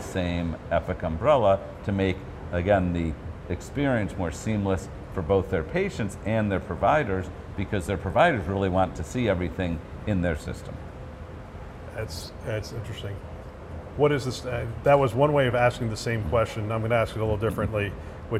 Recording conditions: busy venue